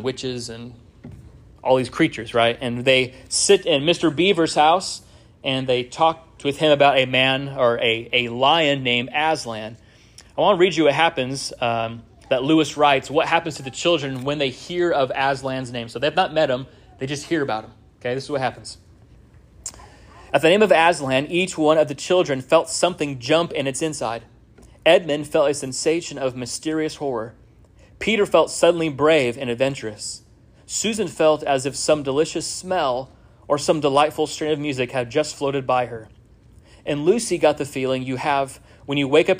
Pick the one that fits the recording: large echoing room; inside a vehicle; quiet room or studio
large echoing room